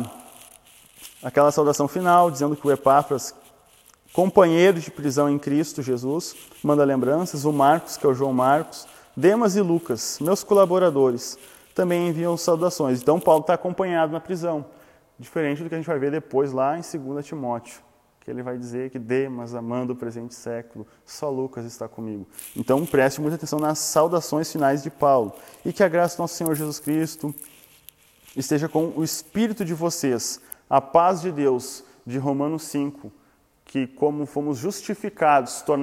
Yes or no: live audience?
yes